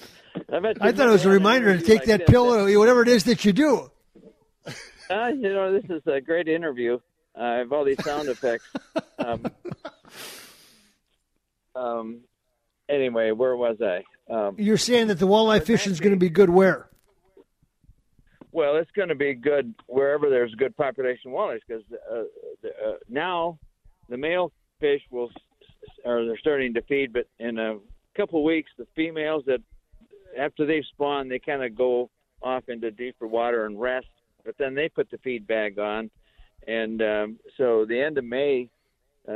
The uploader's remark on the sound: live from the fishing opener